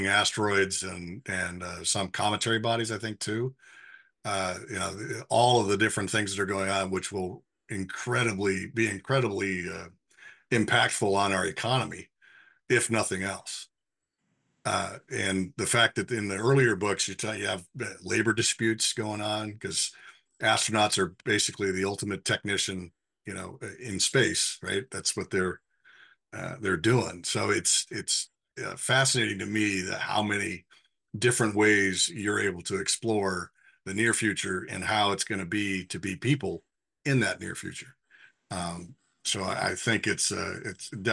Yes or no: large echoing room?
no